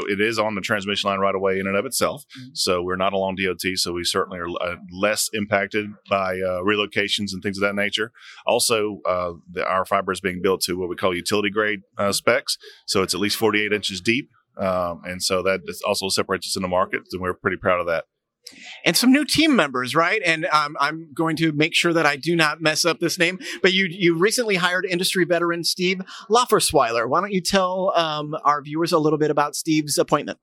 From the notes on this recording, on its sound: Live from Metro Connect 2020